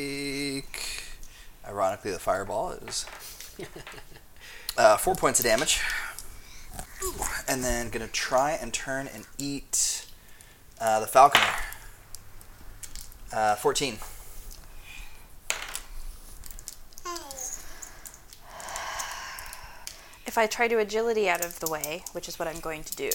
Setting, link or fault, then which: fault, sounds in the background